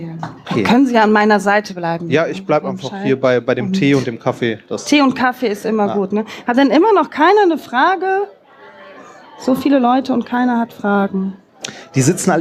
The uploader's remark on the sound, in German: 33c3-sendezentrum. Live vom 33C3.